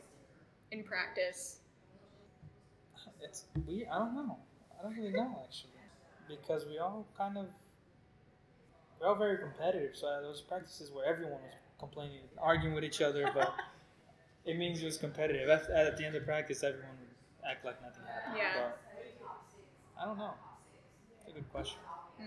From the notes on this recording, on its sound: This episode was recorded at Cadence Coffee Co. This episode was recorded at Cadence Coffee Co.